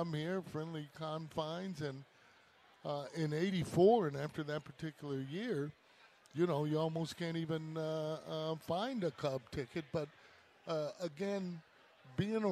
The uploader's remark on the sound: Live from Cubs Convention.